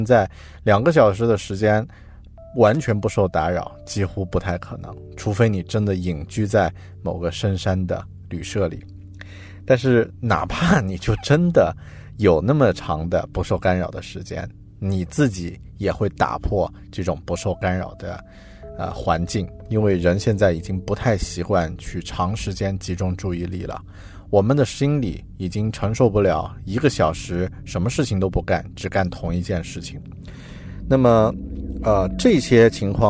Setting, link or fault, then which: setting, inside a vehicle